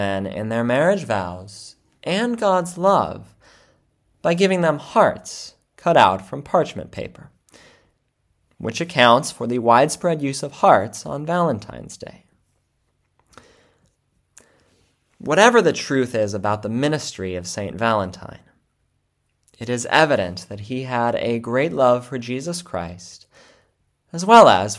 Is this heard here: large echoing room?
yes